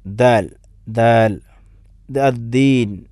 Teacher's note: ദാലിന് ഹർഫുൻ ഷദീദും മജ്ഹൂർ രണ്ടും ഉള്ള അക്ഷരമാണ് ദാല്, അഥവാ ഷദീദുമാണ് മജ്ഹൂറുമാണ്. ഷദീദ് എന്ന് പറഞ്ഞാൽ ഹബ്സു സൗത്ത്, ജഹർ എന്ന് പറഞ്ഞാൽ ഹബ്സു നഫസ്, ശബ്ദവും ശ്വാസവും പിടിച്ചു വെച്ചുകൊണ്ടുള്ള അഥവാ ആ ഒരു രൂപത്തിലാണ് ദാൽ.